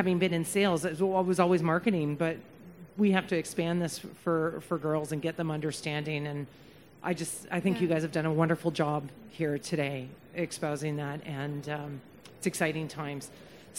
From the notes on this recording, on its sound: In this episode we feature the recording of a Learning Lounge from our recent Convention and Trade Show in Montréal.